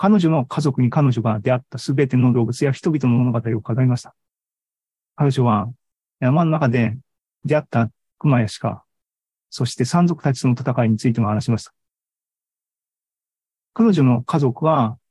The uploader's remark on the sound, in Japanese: ZOOMライブの模様です。